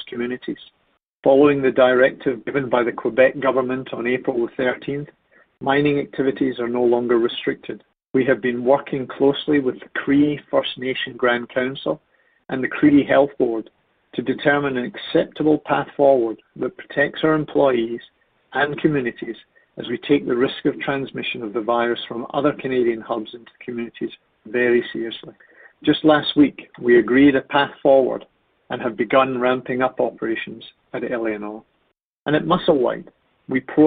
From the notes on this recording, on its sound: excerpts from Newmont’s May 5, 2020, conference call